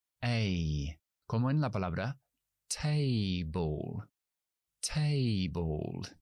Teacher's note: EI es un diptongo, es decir, son dos vocales juntos, la E y la I. EI. Hacemos la E con la lengua adelantada, como en castellano, y subimos la mandíbula para la I.